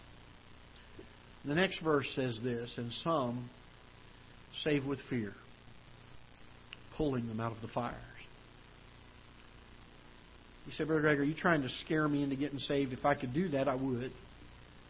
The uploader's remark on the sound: Ketha Heights Baptist Church ~ Live Broadcast